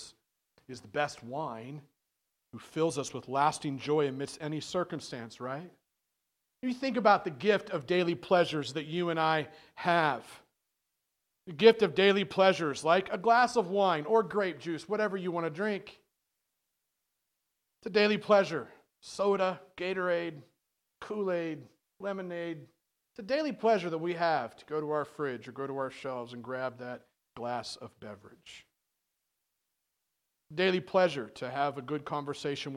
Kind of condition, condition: setting, large echoing room